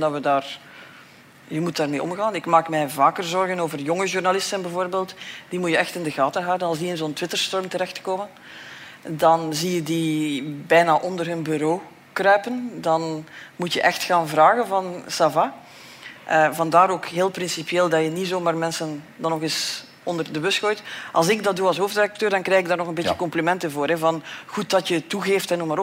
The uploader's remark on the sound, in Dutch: LIVE vanop het Podcastfestival. Met dank aan het DS Podcastfestival en House of Media voor de live opname.